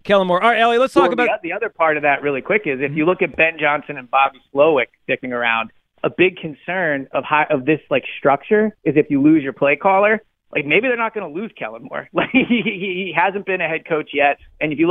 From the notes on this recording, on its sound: Callers weigh